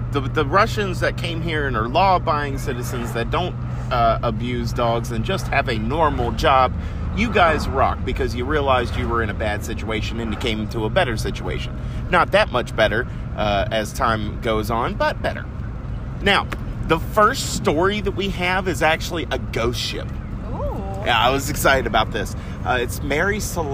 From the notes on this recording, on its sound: Today on our way to a farmers market for some fun we recorded two stories.